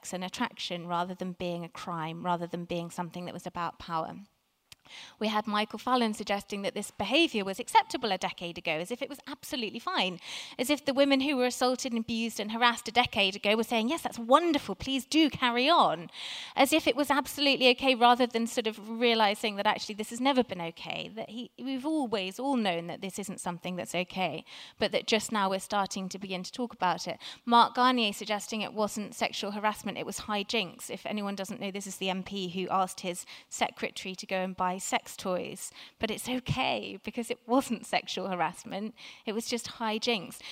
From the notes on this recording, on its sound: Recorded at 5x15 at the Tabernacle, November 2017.